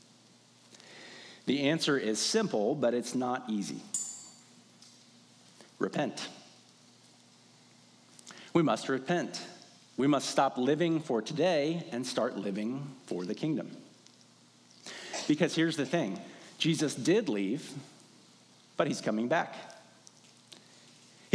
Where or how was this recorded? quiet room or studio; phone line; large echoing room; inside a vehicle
large echoing room